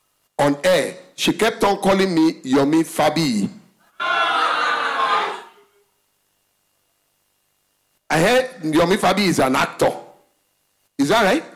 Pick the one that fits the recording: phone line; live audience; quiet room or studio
live audience